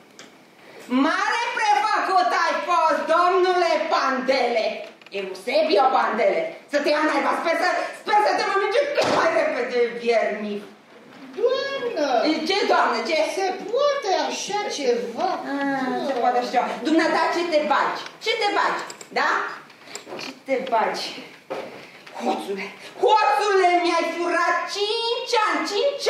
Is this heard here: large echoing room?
yes